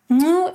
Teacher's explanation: Mu is pronounced with a dental click consonant, in fact, a nasodental click consonant. Dental click consonants are articulated with the tip of the tongue against the alveolar ridge or the upper teeth.